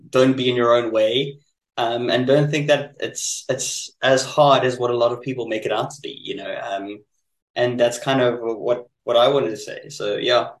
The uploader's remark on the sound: recorded online in 3 different cities in South Africa over Zoom